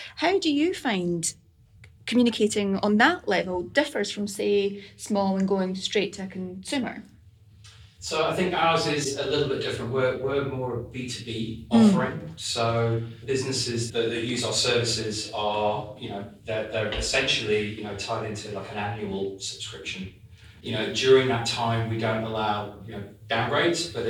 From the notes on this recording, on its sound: SubX Subscription Economy Podcast - LIVE at SubX World. Recorded on site at the inaugural SubX World conference held in London this May.